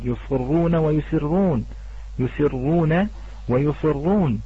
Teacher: كما قلت أخوتي الكرام في موضع اللسان لا بد أن لا نرفع موضع غير موضع مخرج الحرف، فإذا أتيت بالسين فعليك أن تستخدم رأس اللسان ولا تستخدم ما فوق رأس اللسان في الارتفاع لكي لا يكون منطبقا فسوف تأتي بالصاد · Term: الانفتاح